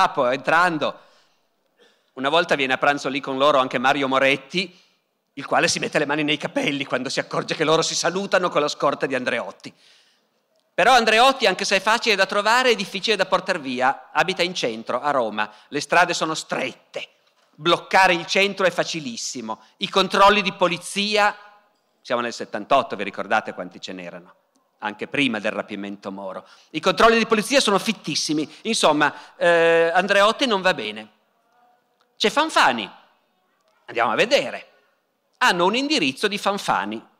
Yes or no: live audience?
yes